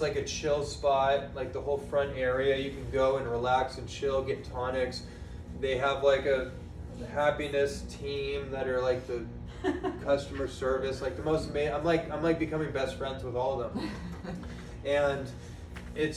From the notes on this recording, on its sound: This was a recording of a live presentation. To a dynamic audience in Austin, TX in 2021 at his house while he was living there.